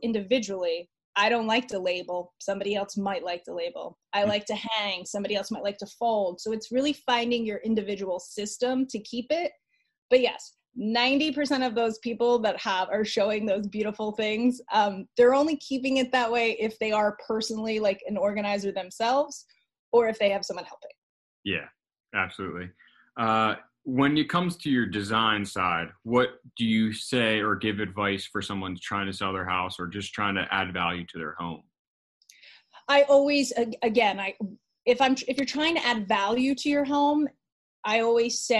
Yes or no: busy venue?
no